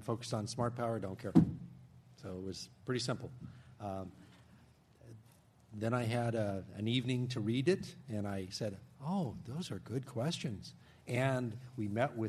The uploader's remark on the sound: This program was recorded in front of a live audience at The Commonwealth Club.